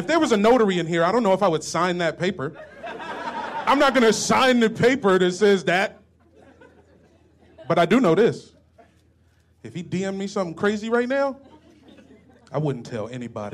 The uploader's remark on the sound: Live from the DC Improv